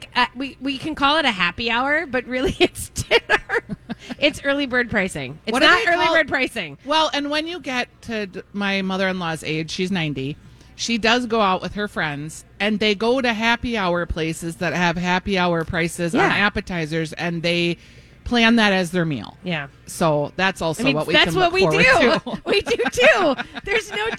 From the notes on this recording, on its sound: live from Surdyk’s!